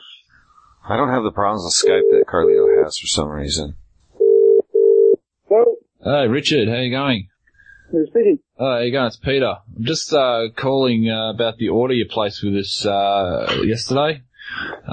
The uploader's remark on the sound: RBCP's Personal Prank Phone Calls Collection